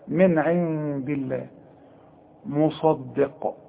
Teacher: لفظ الجلالة يرقق اذا كان قبله الحرف مكسور